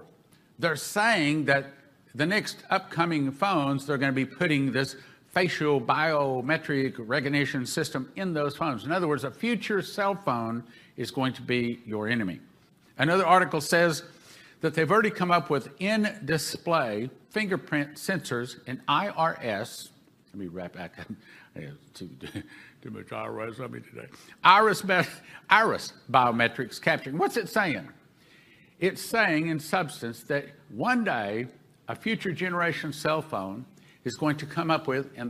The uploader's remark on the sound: This broadcast is the audio from the Sevenfold Miracle Crusade that was held in March 2021.